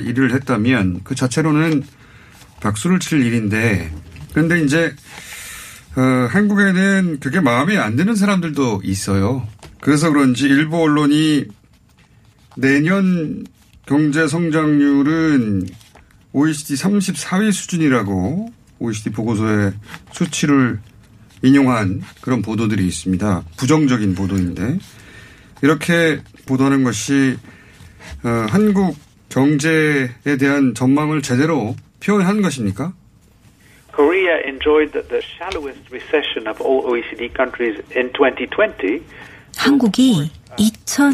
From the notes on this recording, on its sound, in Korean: 전화연결